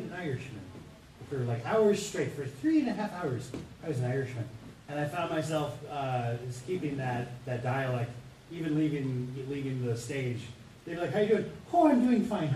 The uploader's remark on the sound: Today we're taking you into the Voice Actor Panel at Ba-Con 2023, hosted in Pasadena, Texas. This is quite a large gathering of voice actors from across anime, cartoons, TV shows and everything in between.